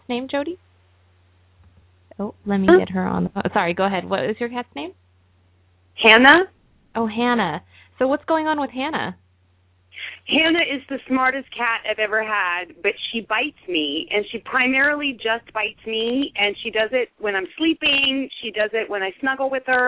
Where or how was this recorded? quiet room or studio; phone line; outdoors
phone line